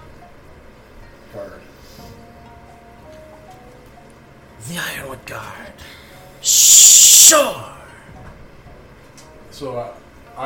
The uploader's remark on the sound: Due to technical difficulties the sound quality on this episode is not the best.